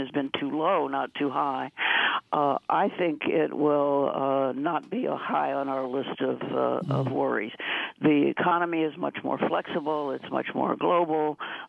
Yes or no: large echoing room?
no